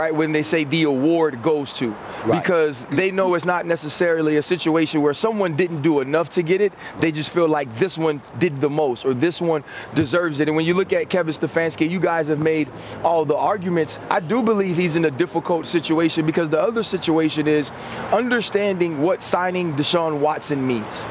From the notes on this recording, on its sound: Live From Las Vegas! Live from the Super Bowl in Las Vegas.